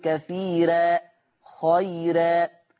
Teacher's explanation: ويرقق الراء المفتوحه اذا كانت مسبوقه بياء ساكنه، سواء كانت هذه الياء ماديه او لينه.